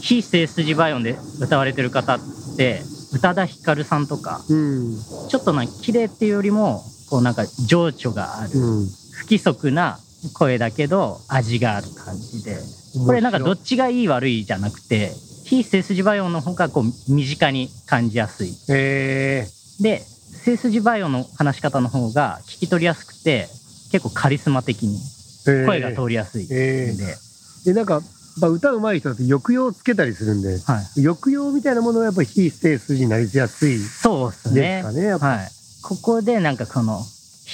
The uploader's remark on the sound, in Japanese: 屋外収録編